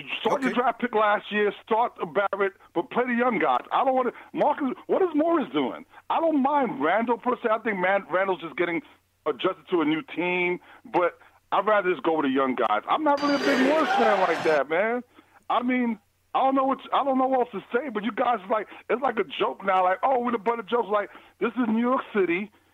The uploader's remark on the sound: Post Game Show. They also take like phone call reactions from fans around the world.